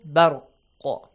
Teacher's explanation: The qaf has a sukun on the top. It has to be bounced. · Term: Qalqala